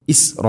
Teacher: മുത്തസിൽ വാജിബാണ്, നിർബന്ധമായിട്ട് നീട്ടണം. നാലോ അഞ്ചോ ഹർക്കത്തിൻ്റെ ഖദർ